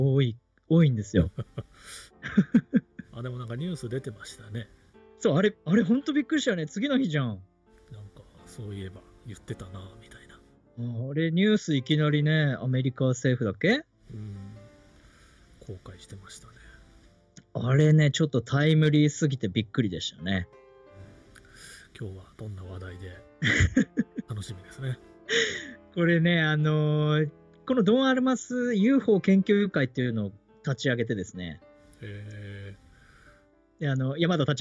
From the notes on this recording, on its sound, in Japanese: リモートラジオ録音に失敗して聞きづらくてすみません。